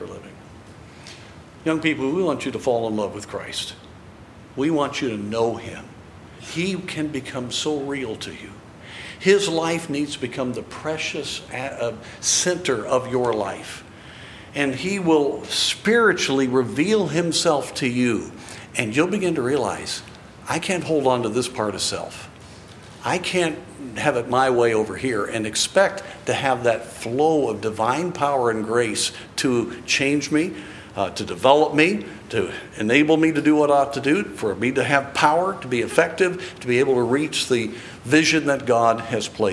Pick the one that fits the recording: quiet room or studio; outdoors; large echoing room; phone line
large echoing room